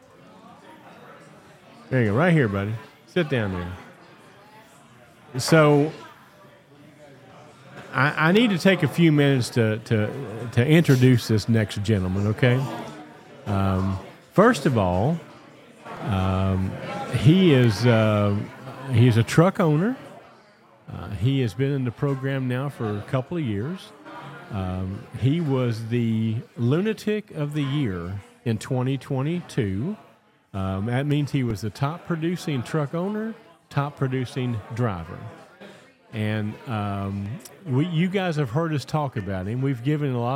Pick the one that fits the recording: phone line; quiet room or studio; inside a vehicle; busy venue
busy venue